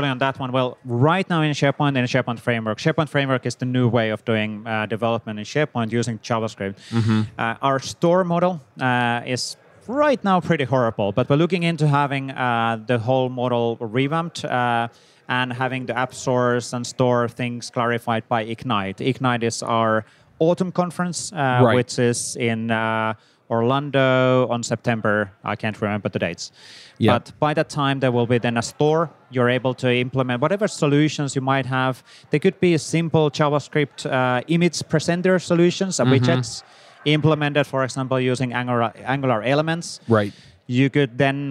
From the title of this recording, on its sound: LIVE at Microsoft Build